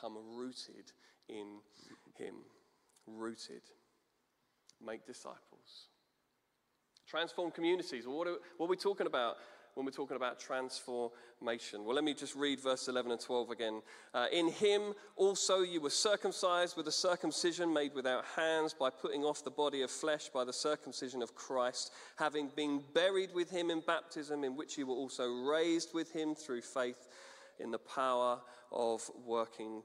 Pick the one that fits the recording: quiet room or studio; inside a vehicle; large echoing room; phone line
large echoing room